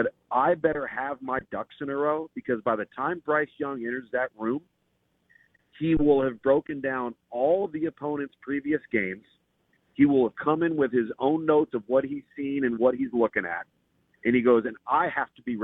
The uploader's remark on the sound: joins the show on the Farm Bureau guest line